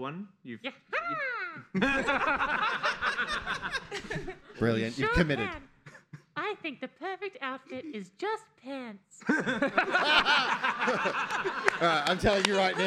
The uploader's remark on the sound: This week's episode was recorded live at PAX AUS 2022, the same convention where the Pixel Hearts debuted.